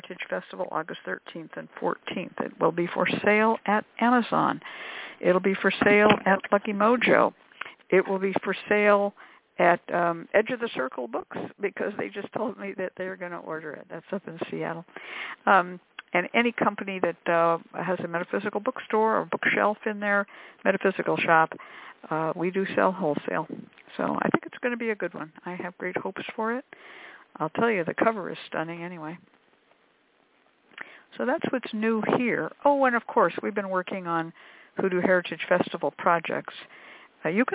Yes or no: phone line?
yes